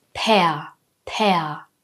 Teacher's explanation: Das vokalisierte R klingt wie ein kurzes A.